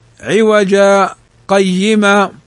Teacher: والمشهور عنه أنه يسكت سكتة لطيفة، يعني بمقدار حركتين دون تنفس على اللام والنون، أيضا على الألف والهاء كما سيأتي. · Term: السكت